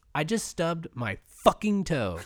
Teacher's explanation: When a girl says I just stubbed my fucking toe, it's fucking, like every phonetic sound in the word fucking is dragged out to like a bitter end · Term: emphasis